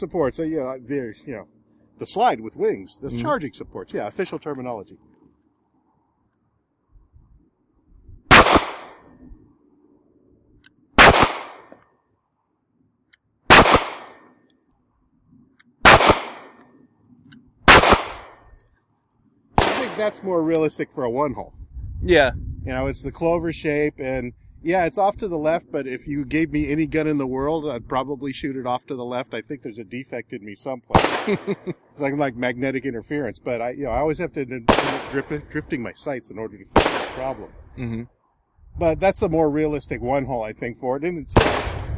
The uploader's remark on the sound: This review was recorded out in the field, so you'll be able to hear gun sounds (ahhhh, the sound of freedom!), wind blowing, and all the fun stuff that make for less-than-ideal recording conditions.